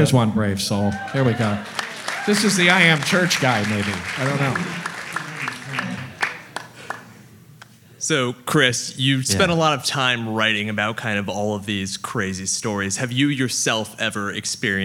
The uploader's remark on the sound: Answer the weirdly awesome questions from our live audience at Sketchfest 2024.